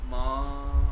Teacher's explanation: So if you find the word MA with a straight line above A, it goes with a unchanging high tone pitch